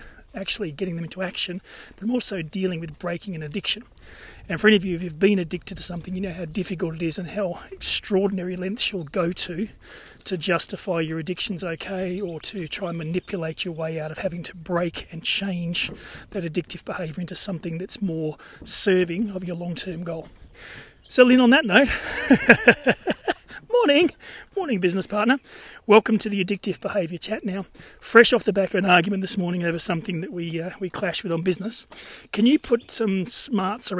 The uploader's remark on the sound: recorded during daily walks